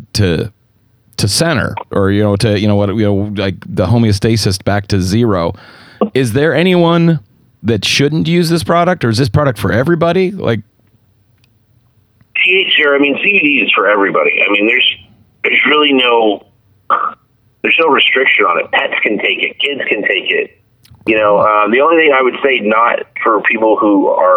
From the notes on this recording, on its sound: get him back on the phone